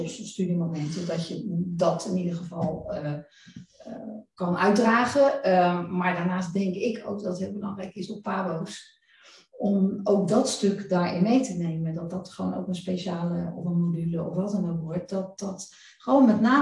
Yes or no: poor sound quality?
yes